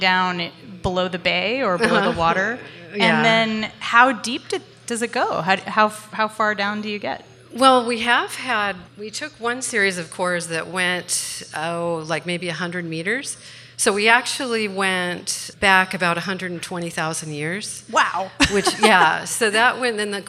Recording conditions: live audience